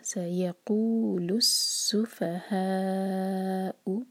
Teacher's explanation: ہا چار حرکہ ہوگا، یہ مد متصل.